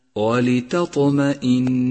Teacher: لاحظ صفة القلقلة لحرف الطاء في كلمة ولتطمئن، ولتطمئن، واعلم أنها صفة قوة لهذا الحرف، فإذا أهملت صفة القلقلة صار الحرف ضعيفا في مخرجه، أي هكذا ولتطمئن، والصواب ولتطمئن.